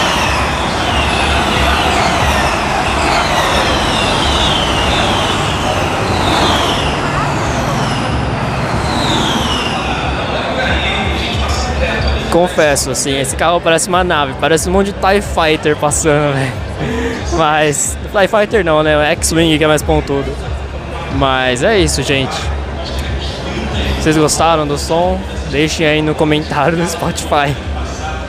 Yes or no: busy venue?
yes